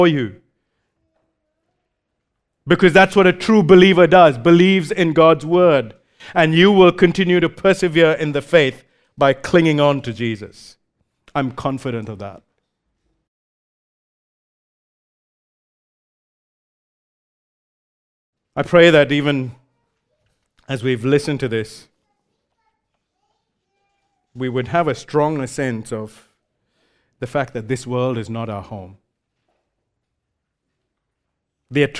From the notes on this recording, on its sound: recorded live at Grace Community Bible Church